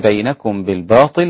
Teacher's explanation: والباقون في بينكم بالباطل بإخفاء الميم مع الباء